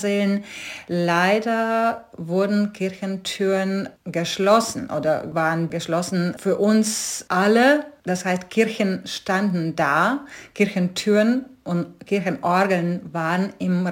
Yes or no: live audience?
no